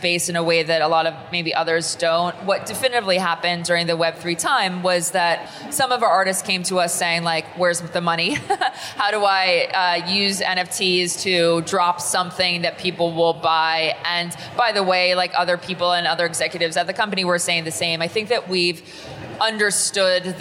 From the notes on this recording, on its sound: "The Hash" is live from Consensus in Austin, Texas